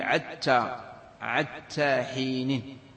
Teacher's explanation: ولغة هذيل إبدال حائها عينا